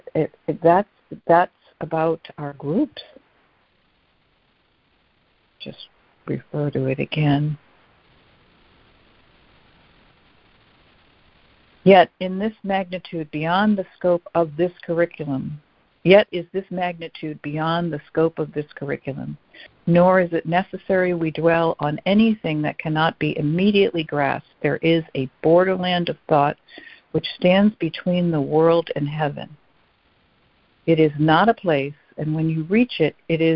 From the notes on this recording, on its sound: ACIM Daily Conference Call.